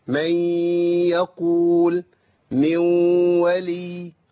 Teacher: بتخش كلها وبتروح النون كلها، لكن بيفضل منها صوت الغنه